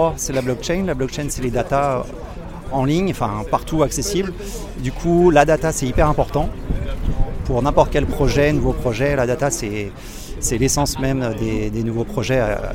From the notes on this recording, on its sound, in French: Dans cet épisode, tu vas aussi vivre l'ambiance de l'événement et découvrir les backtages, les conférences, les participants...